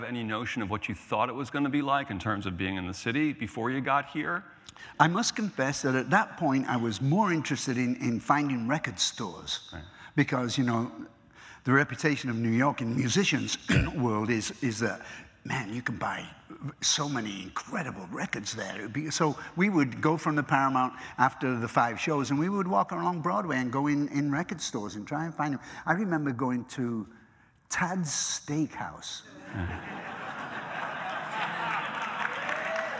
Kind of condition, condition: setting, live audience